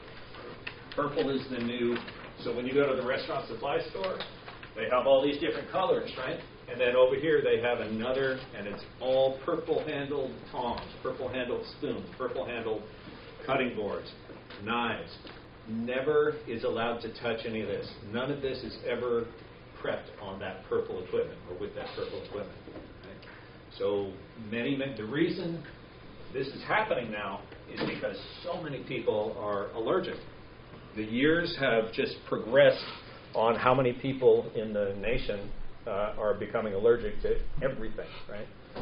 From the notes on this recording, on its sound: Live Food Safety Class Presentation. I recorded a portion of my live presentation to one of the classes.